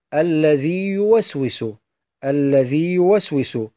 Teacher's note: وكذلك يستثنى في قوله تعالى: الذي يوسوس، الذي يوسوس، ذلك أيضا لاختلاف المخرجين، فالياء الأولى وهي ياء الذي مدية ساكنة متحرك ما قبلها بالكسر، ومخرجها من الجوف، لأن مخرج حروف المد هي الجوف، ولهذا تسمى الحروف الجوفية.